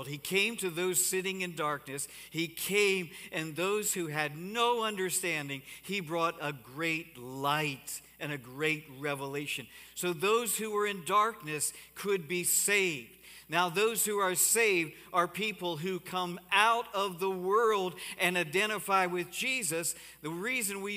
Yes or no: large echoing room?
yes